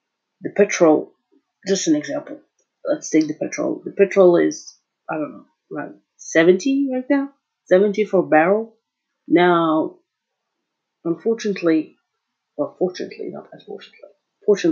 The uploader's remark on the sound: Sorry the crappy audio. Even though i'm still without a phone i have to deliver content.